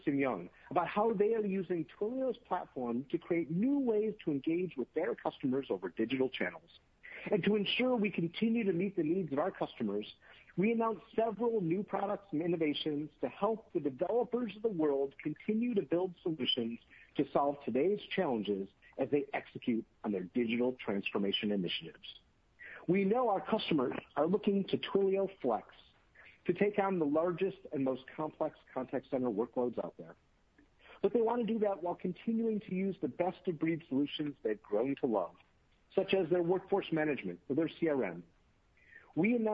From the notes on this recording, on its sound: Earnings Conference Call.